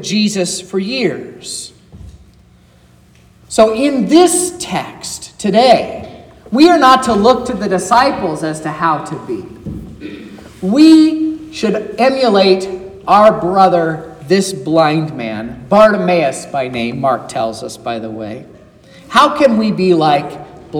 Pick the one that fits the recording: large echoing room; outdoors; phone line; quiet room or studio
large echoing room